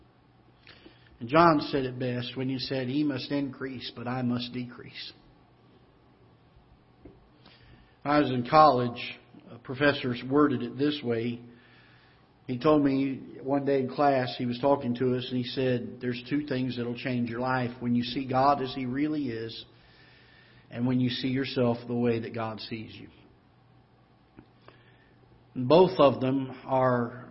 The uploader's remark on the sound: Ketha Heights Baptist Church ~ Live Broadcast